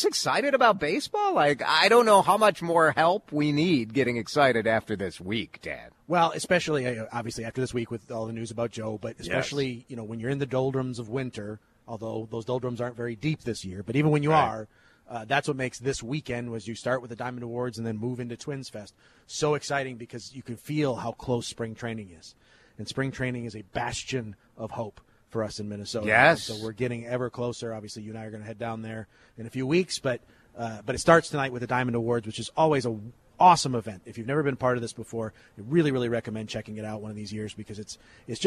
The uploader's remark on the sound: We are doing it LIVE from the Diamond Awards over at The Armory in Minneapolis for the Minnesota Twins’ Diamond Awards Ceremony